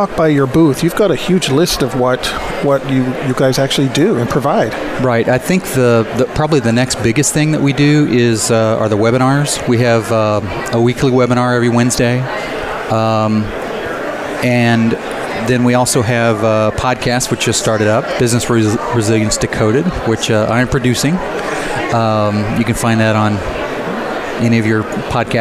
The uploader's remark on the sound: Live From Disaster Recovery Journal Conference 2018. Live Broadcast.